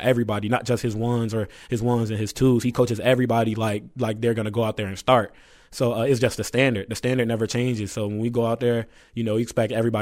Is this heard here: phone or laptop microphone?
no